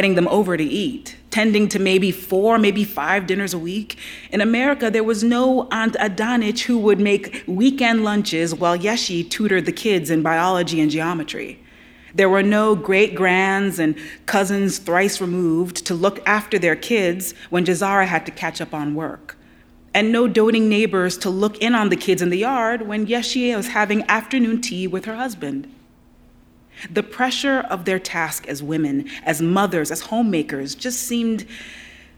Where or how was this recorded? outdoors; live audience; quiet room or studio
live audience